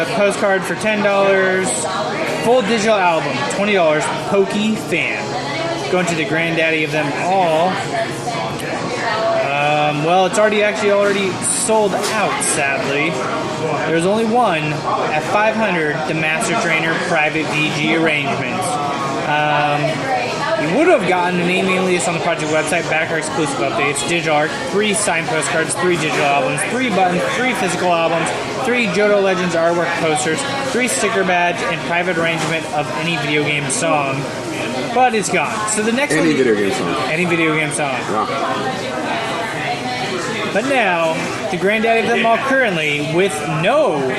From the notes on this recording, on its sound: LIVE from Trap Door Brewing!